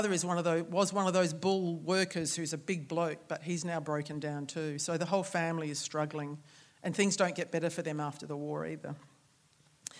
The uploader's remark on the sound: On 10 September 2020 we welcomed the public back to the Marion Cultural Centre for our first in person author event since the beginning of the year. This recording of our live event.